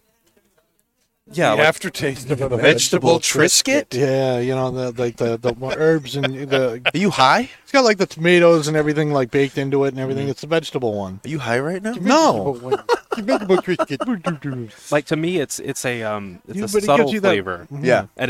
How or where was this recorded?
busy venue